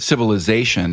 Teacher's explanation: civilization has two stresses in English. The strongest stress is on the A vowel, but it has a secondary stress on the first syllable